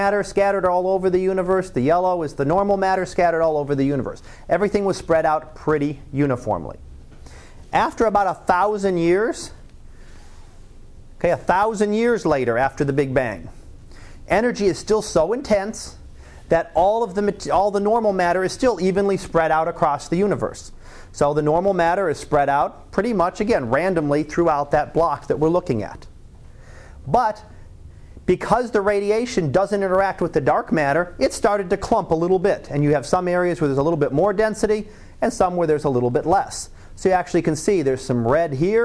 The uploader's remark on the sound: Live Class Lecture